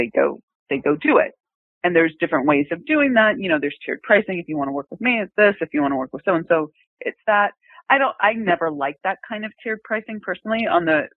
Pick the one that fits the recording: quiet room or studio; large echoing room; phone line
phone line